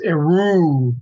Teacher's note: Another one is Eru, long E. You hold the U long at the end. It's an ultra heavy vowel.